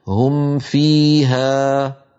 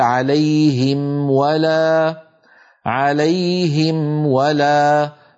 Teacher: عند هذين الحرفين بالذات؟ الجواب سهل، لأن الواو من الشفتين كالميم، الميم من الشفتين، والواو التي نبه عليها من الشفتين أيضا · فنظهر الميم عند الفاء ونظهر الميم عند الواو